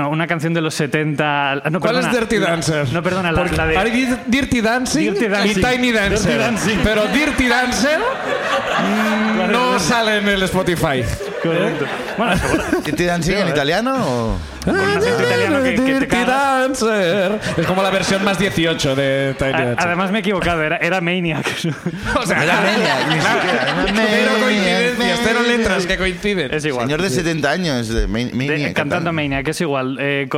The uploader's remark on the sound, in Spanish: El público también cuenta su ruina